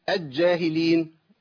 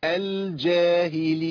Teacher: محتاج ان انا اظهر اللام · Shown in: second take